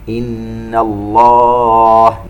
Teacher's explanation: نون مشددة تغن بمقدار 2 حركات